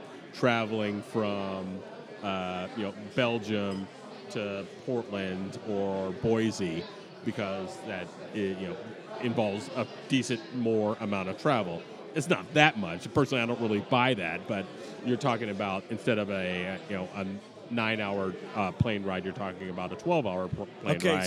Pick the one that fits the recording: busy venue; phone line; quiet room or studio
busy venue